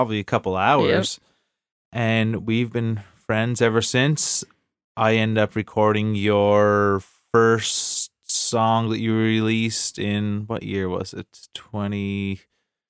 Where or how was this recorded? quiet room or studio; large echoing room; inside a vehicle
quiet room or studio